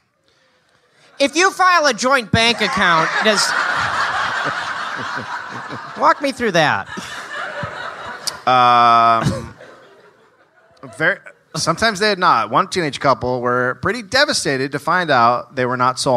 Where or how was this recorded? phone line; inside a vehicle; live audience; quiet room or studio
live audience